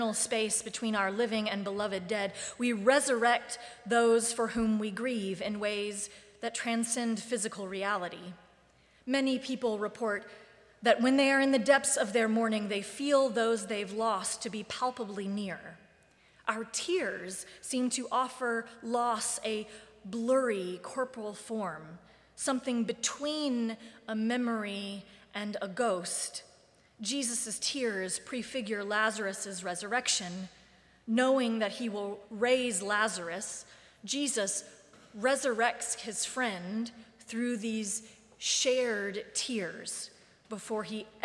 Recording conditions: large echoing room